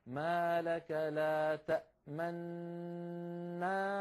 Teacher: إذن أول شيء ننطق الميم تأما، بعد الميم نأتي بالنون الأولى تأمن، بعد أن ننطق النون الأولى مباشرة نضم الشفتين تأمن تأمن، ويبقى هذا الشكل الشفتين مضمومتين مستمرا إلى أن يبدأ نطق نا. · Term: الإشمام